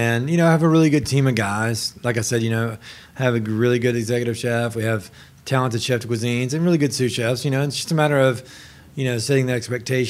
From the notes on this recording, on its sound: HRN On Tour was recording live at the James Beard House for a special evening.